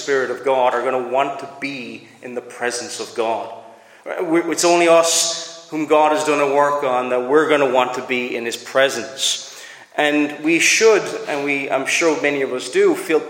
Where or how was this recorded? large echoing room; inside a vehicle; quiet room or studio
large echoing room